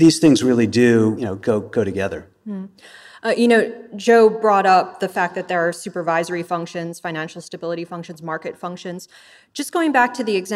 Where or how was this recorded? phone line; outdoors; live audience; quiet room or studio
live audience